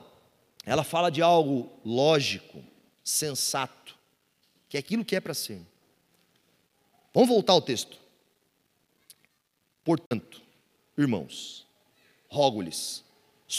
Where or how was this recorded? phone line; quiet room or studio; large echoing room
large echoing room